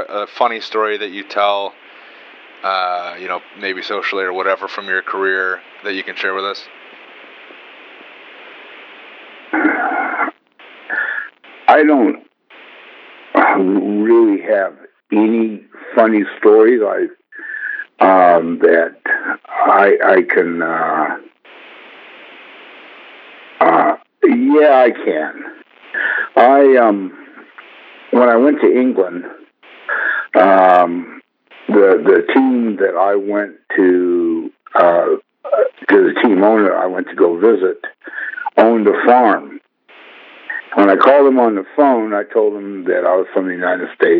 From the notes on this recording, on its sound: This interview was recorded during the early stages of Autoweek’s podcast, so ignore the format and interview recording quality.